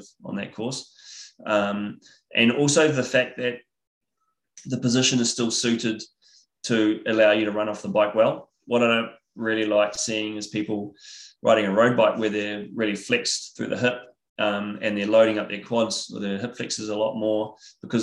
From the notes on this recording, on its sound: IRONMAN World Championships Nice webinar audio.